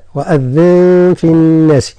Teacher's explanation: النون من لفظة الناس مشددة ففيها غنة كذلك · طبعا الملاحظة الأولى هي تتعلق بالغنن عنا في قوله تعالى وأذن، النون في وأذن جاء بعدها حرف الفاء في الناس، فيقع إخفاء بغنى، والغنى مقدارها مد تقريبا